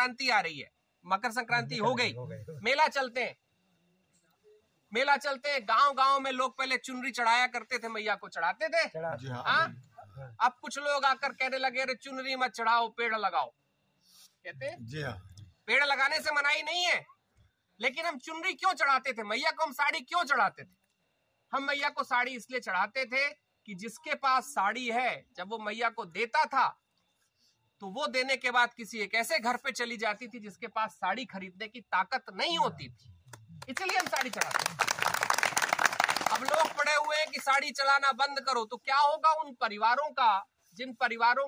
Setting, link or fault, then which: setting, outdoors